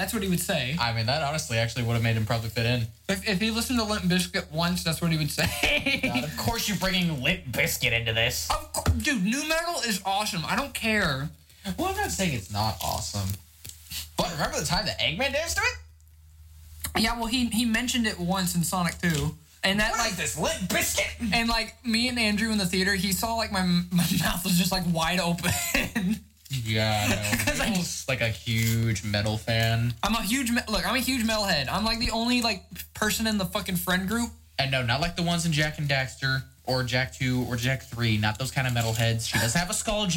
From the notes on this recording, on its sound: please excuse our technical difficulties as it's our first time.